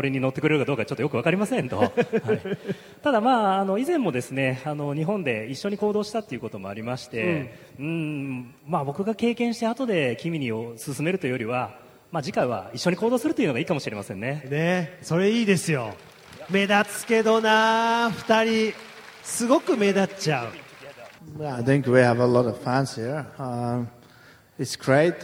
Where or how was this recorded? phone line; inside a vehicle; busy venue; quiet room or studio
busy venue